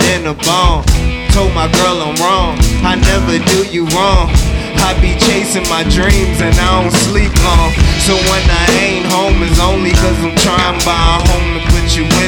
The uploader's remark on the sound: These tracks were recorded and performed live in Washington, DC at the Howard Theater location inside the hip hop legendary clothing store, Grindstone Universal.